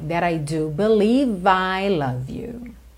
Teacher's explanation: O E final do believe não é pronunciado, você já junta o V na próxima palavra